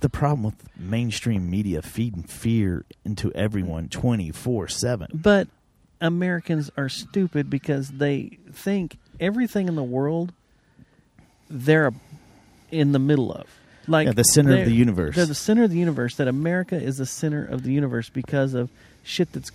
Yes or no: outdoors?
yes